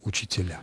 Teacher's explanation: Переход ударения на окончание вместе с меной окончания «и» на «а»